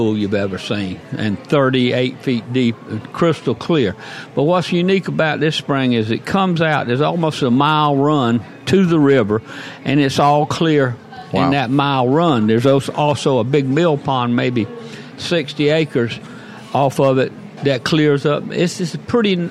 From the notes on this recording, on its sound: Today's show taped live at Sunrise Coffee and the 30A Store in Gulf Place.